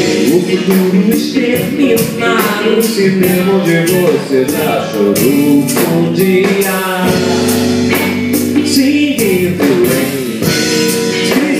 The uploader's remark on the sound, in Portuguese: Ao vivo em Niteroi - RJ - 06/09/2012